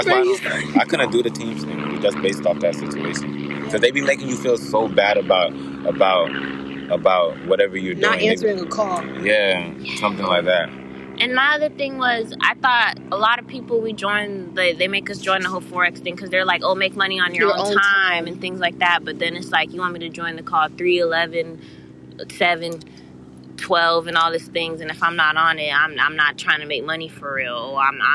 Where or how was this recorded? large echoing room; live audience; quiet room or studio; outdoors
outdoors